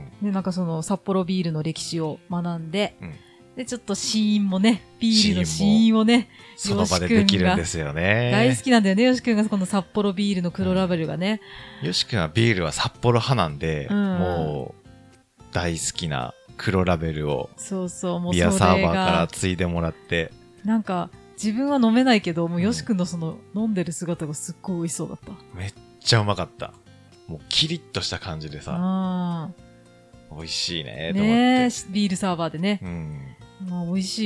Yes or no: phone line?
no